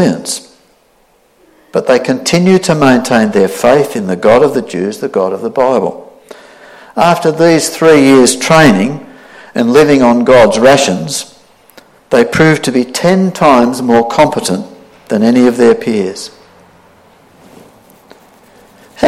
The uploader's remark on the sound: This sermon was preached on the 8th of January 2023 at all services of Helensburgh and Stanwell Park Anglican Church.